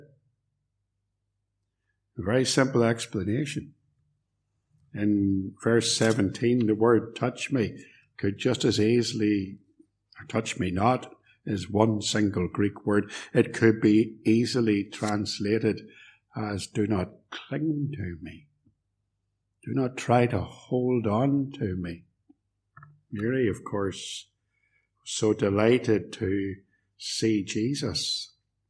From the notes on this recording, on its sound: Message preached at Ballymacashon Congregational and Templepatrick Reformed Church, - recorded at Templepatrick.